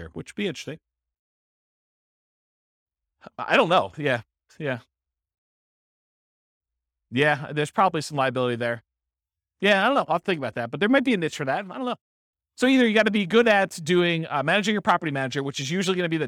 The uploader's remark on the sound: This was a live class recorded